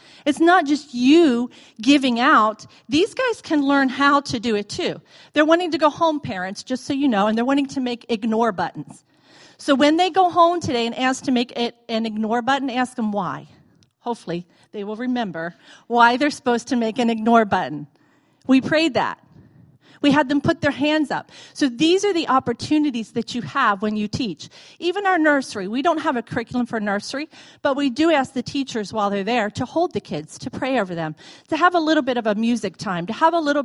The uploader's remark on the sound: recorded on Sunday, December 3, 2017, during morning services at Celebration Life Family Church